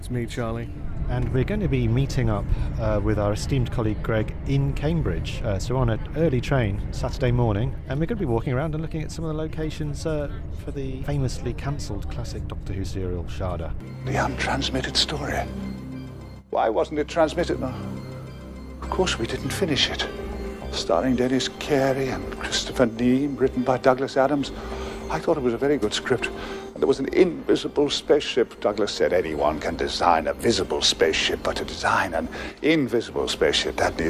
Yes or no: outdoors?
yes